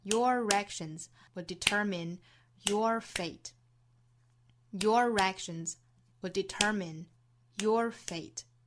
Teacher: action 第一个音节重读， determine 第二个音节重读，最后的 fate 是单音节词重读